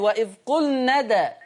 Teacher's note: بيني قلقلة الدال، تحريك حرف الدال